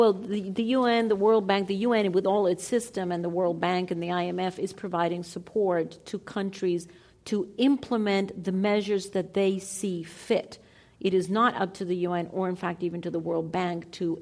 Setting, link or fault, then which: setting, live audience